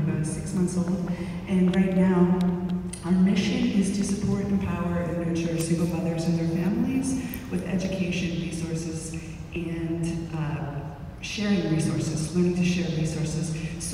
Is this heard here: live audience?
yes